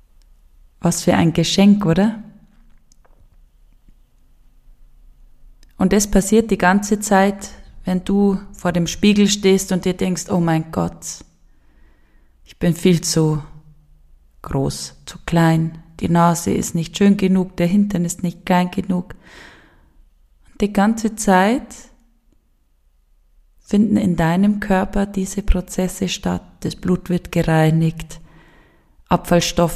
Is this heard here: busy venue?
no